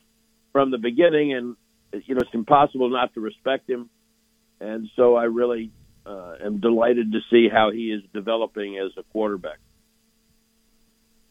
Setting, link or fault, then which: link, phone line